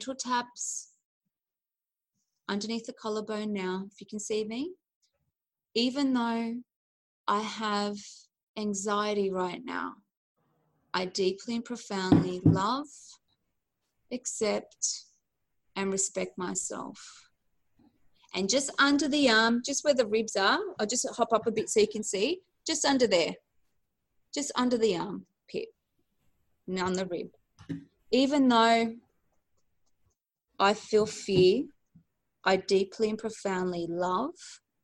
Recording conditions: video call